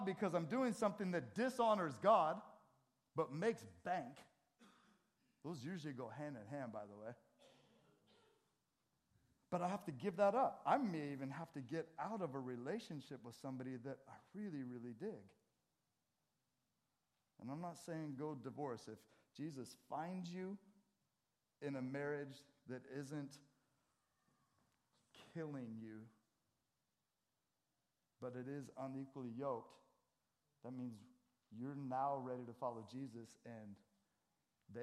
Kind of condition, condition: setting, large echoing room